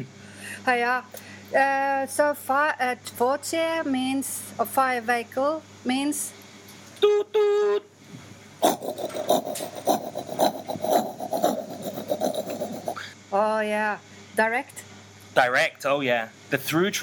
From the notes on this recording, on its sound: I normally arrange Sichuan dinners and lunches there, but this time it doubled as a recording studio for the best Cantonese news currently available on cassette! CantoNews 5 live from my roof.